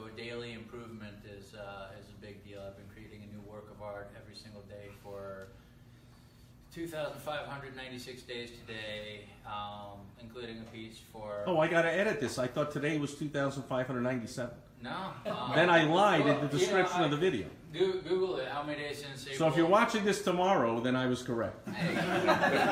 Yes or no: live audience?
yes